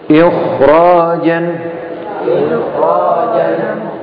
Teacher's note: huruf isti'la yang seharusnya dibaca dengan tafkhim, dengan mengangkat pangkal lidah, dan ketika dibaca tidak dengan mengangkat lidah.